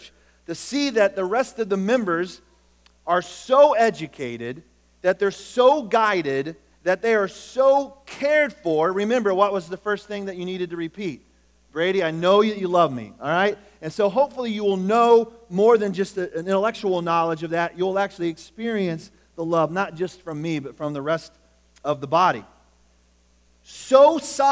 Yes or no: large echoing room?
yes